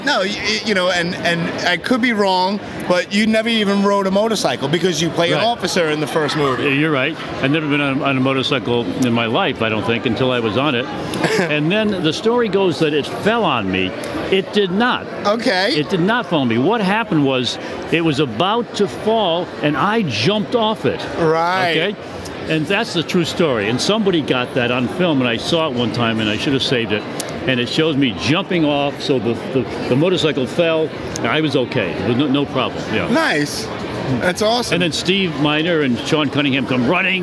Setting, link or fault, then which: setting, busy venue